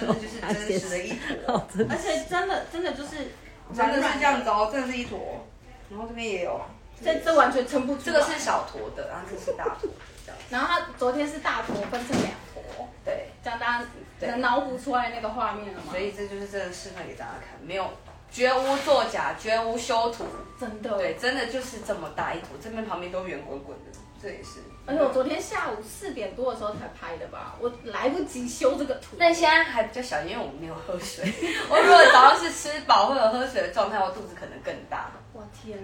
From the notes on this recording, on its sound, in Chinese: 本集為IG直播側錄收音，錄音品質會受到些微影響。